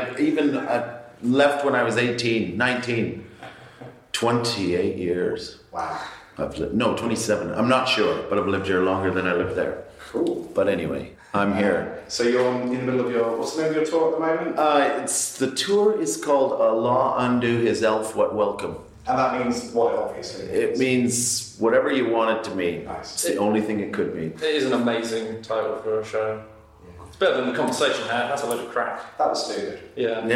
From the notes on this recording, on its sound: Recorded backstage at The Junction, Cambridge (that's why it's all reverbie).